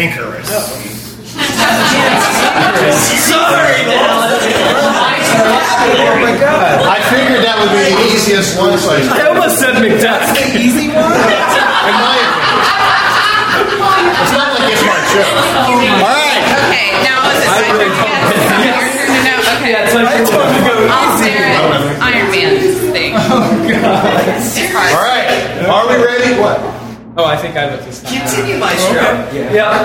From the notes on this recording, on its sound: Recorded at Packrat Comics in September of 2016